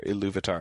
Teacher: where does the stress fall in Iluvatar? And it tends to be the second syllable there